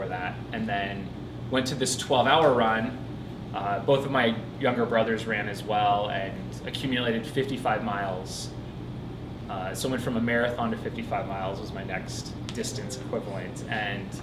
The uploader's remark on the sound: Live at Sole Sports in Tempe, AZ.